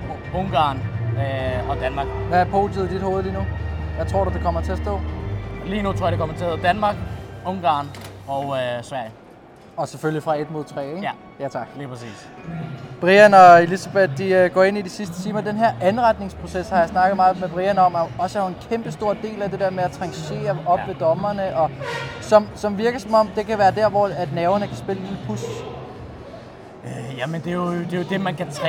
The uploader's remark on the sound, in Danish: Bocuse d'Or 2023 del. 3 Live fra Lyon. Hør med live fra Lyon.